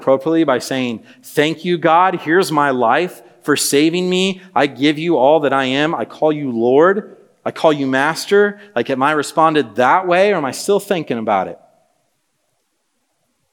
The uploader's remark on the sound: This message was preached on February 1, 2024 at a Thursday Night Gathering of Coram Deo College Ministry.